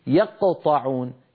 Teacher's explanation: الصوت الأول كان بقرع مخرج القاف، والصوت الثاني كان بالقلع عن مخرج القاف. حرف القلقلة مخفف وليس مثقل. · Term: أخرجت صوتين